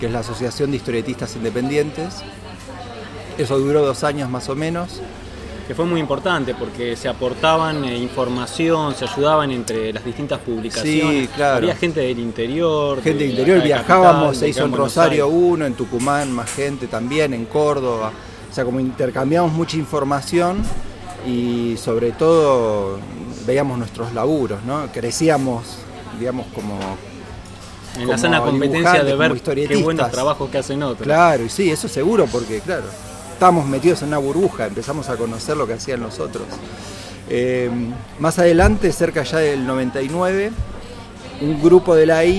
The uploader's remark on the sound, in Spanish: Compartimos la grabación que realizamos en la Gcomics Meetup #8. Mientras tomamos un café.